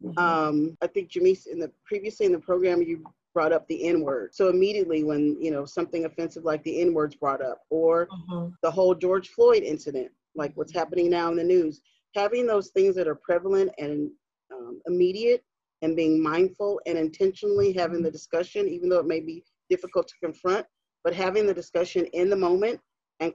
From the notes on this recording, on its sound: Zoom with co-workers